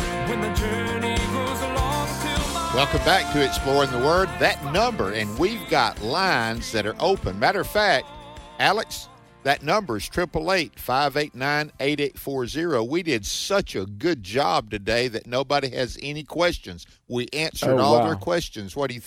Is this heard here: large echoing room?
no